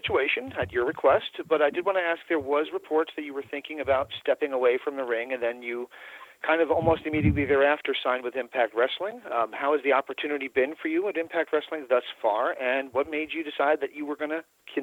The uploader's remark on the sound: the full audio from Impact Wrestling's June 27, 2018 media call